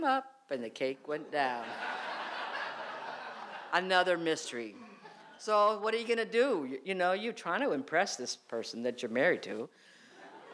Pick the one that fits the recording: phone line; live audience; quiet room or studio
live audience